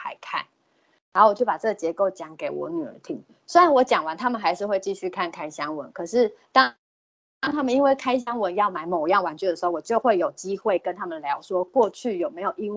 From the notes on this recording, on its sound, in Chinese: 此為線上課程錄音檔